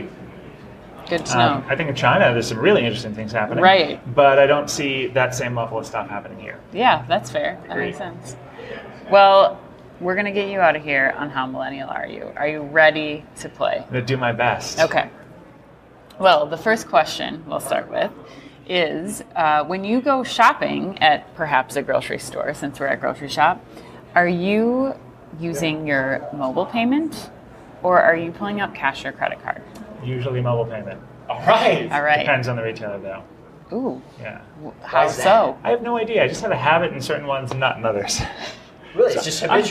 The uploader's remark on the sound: Live From Groceryshop